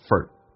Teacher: for 不被强调，可以弱化成 f 加个儿化音